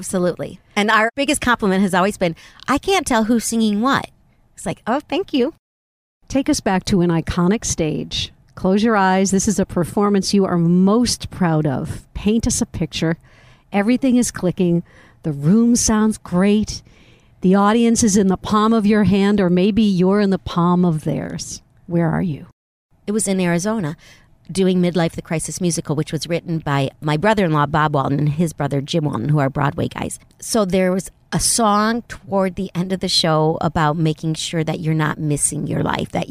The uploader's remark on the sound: Recorded in my rental car, in the parking lot of a hotel beside a highway in Thousand Palms, California.